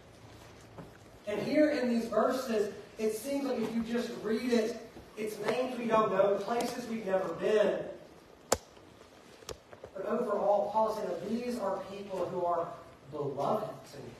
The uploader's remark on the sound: Preached at Fairview Church in Montgomery, Alabama.